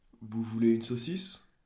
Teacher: it's just a statement with a rising intonation at the end